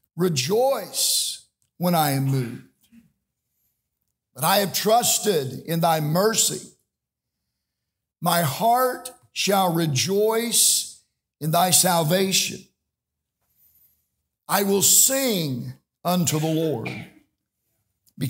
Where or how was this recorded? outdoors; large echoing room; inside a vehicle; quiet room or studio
large echoing room